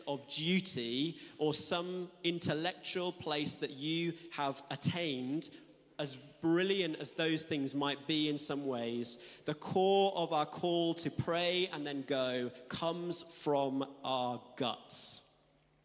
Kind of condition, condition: setting, large echoing room